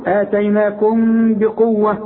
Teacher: اتيناكم بقوه، اوعى تضم لي شفايفك في الميم الساكنه اللي بعدها به، يحصل انفراد في الشفايف، ما تقفلش بقك، افتح لي بقك شويه. · Term: اخفاء